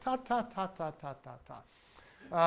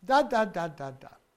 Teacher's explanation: the baby is practicing voiced dental stops · Shown in: second take